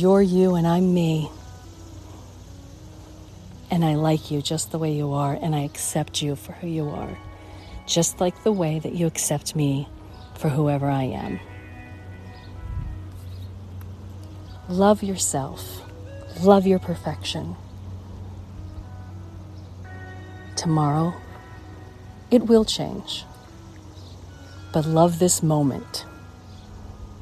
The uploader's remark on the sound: Walk and Talk.